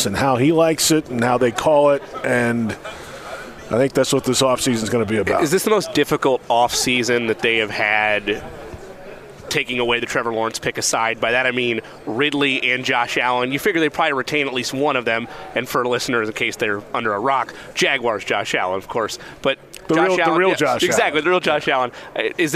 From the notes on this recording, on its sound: Live From the NFL Combine. Live from radio row at the NFL Combine.